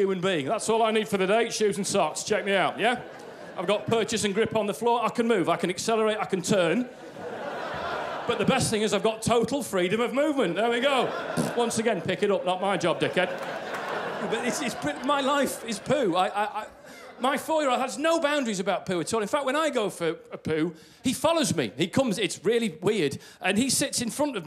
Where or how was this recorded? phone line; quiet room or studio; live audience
live audience